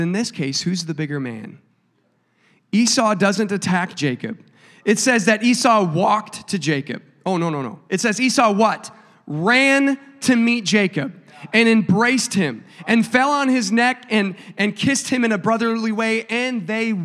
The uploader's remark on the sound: a service recording from Connect Point UPC